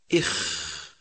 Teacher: يخرج حرف الخاء من أدنى الحلق أي أوله مما يلي الفم